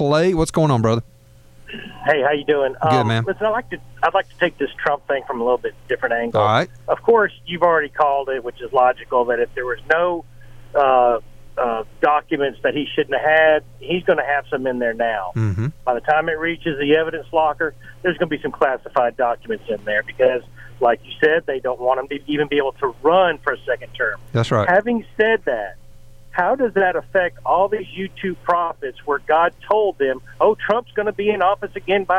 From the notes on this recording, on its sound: takes phone call